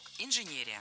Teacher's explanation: Ударение в этом слове должно падать на третий слог – инженерия.